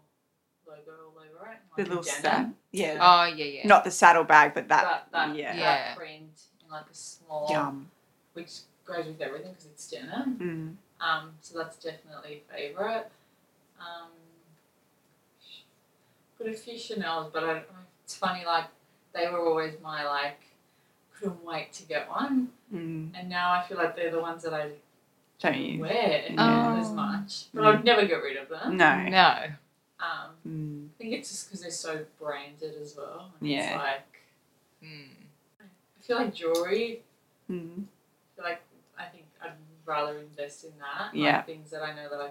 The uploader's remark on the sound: APOLOGIES FOR THE BAD AUDIO QUALITY. Forgive us for the audio quality.